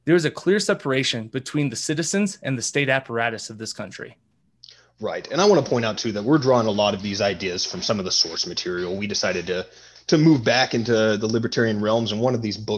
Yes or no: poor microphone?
no